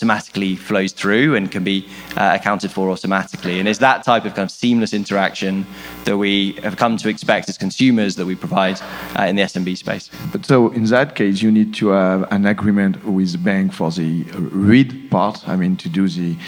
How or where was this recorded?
busy venue